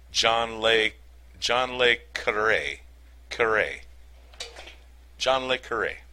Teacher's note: My programming is not suited to exact pronunciation, but you might consider it close to the English pronunciation of hooray, but with a slight trill on the R sound